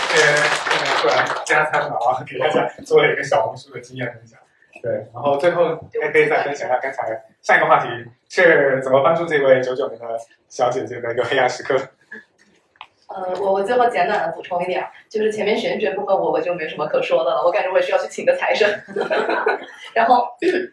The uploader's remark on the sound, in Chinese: 今天这一期是线下听友会上海站的现场实录。和大家相聚在BFC外滩金融中心。